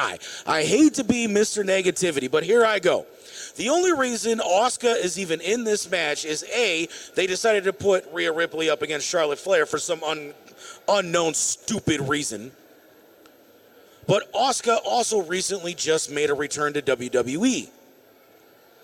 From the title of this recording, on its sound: LIVE from the Summit Racing Equipment Piston Powered Auto-Rama!